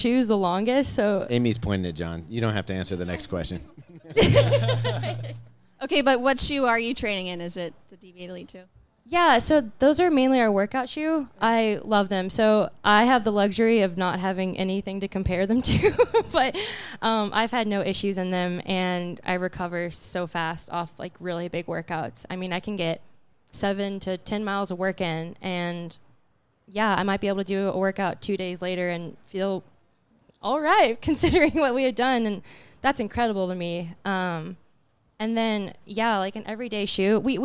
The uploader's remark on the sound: Live from Austin. This week, we're live from The Running Event in Austin, TX with a stacked lineup of Puma guests.